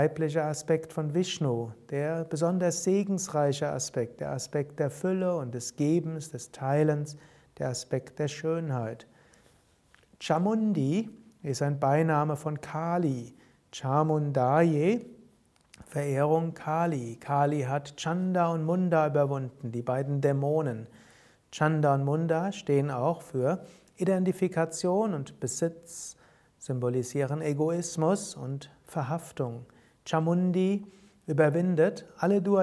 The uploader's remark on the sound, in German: Alles Aufnahmen von Yoga Vidya, meistens aus dem Samstag-Abend-Satsang im Sivananda Saal bei Yoga Vidya Bad Meinberg. Es gibt allerdings auch ein paar Aufnahmen direkt aus dem Sivananda Ashram Rishikesh.